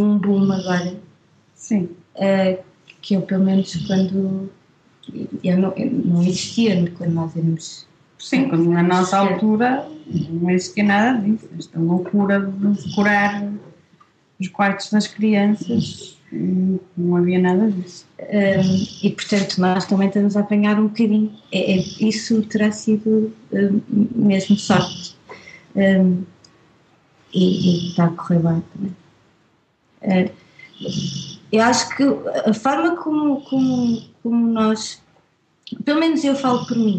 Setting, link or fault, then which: link, video call